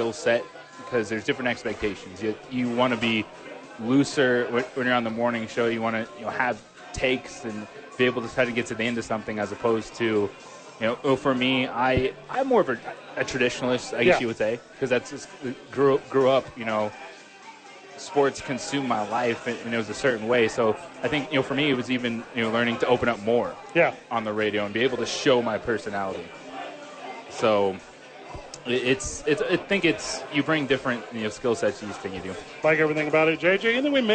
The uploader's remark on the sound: Live from Hooters to help celebrate the 15 year anniversary of The Opening Drive.